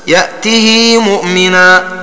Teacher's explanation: وقد يعبر عن هذا القصر بالاختلاس، وضد القصر المد، والمراد به هنا الإشباع: هكذا يأته مؤمنا، وهو النطق بالهاء مكسورة كسرا كاملا مع صلتها بياء كما لفظ به، أي مدها بمقدار حركتين